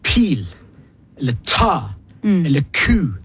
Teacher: Du må komme med noe som vi kaller for aspirasjon. Et pust som kommer etter lyden. Hvis jeg sier pil, eller ta, eller ku, så sier jeg ikke bare P-en og T-en og K-en, men jeg har et dualikt pust etterpå, sånn aspirasjonspust.